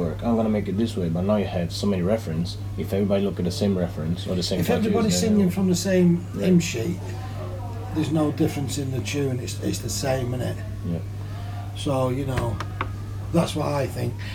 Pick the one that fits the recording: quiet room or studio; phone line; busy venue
busy venue